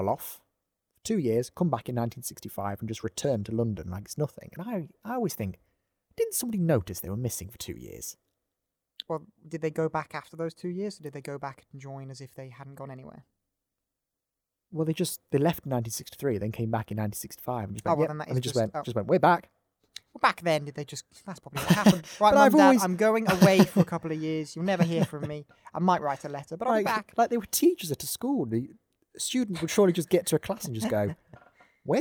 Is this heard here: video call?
no